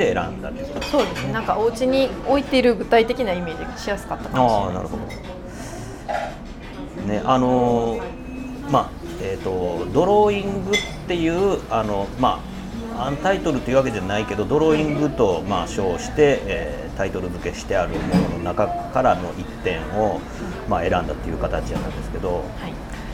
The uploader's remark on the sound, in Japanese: 直後に立ち寄った食堂で収録。